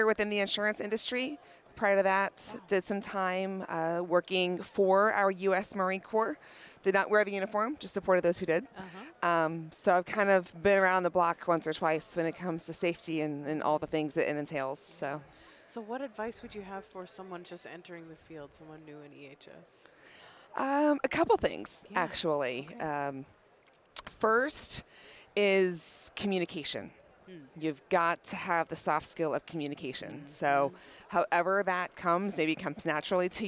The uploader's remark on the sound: Live From NSC 2023